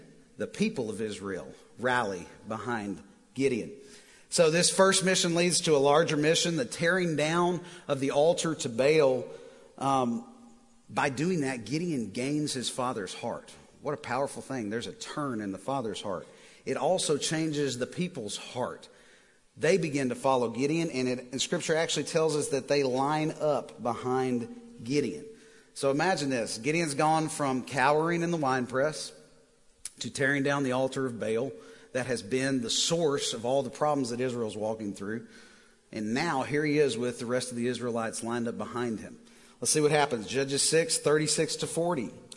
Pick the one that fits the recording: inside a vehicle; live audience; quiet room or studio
live audience